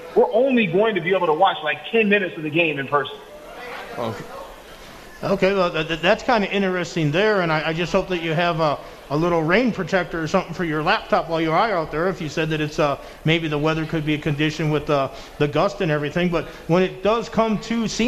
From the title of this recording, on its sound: Live at The Cosmopolitan